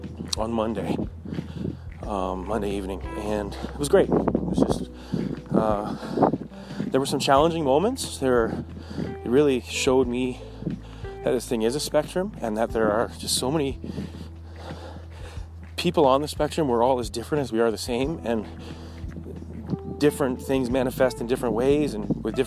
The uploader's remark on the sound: Talking While Walking in the Woods.